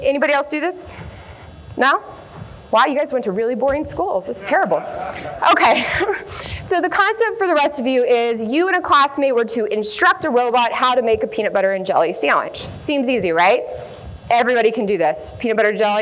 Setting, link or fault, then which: setting, live audience